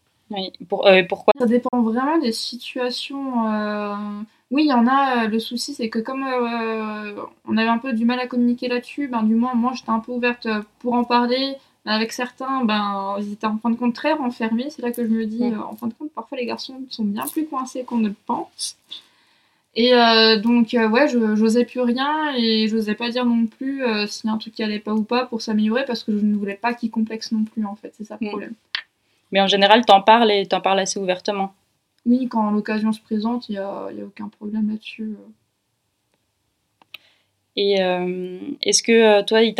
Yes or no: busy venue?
no